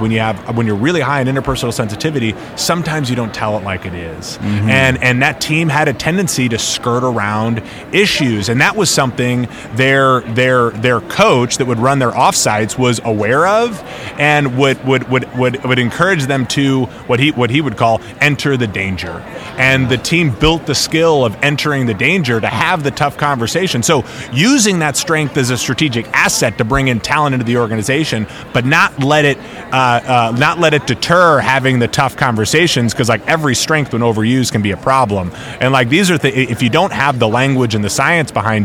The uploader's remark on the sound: Live from SIOP